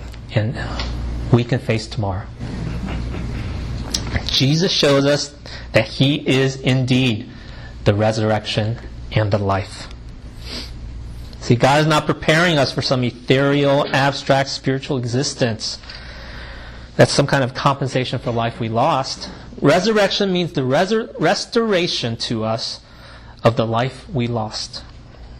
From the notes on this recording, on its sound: delivered at Great Commission Community Church in Arlington, Virginia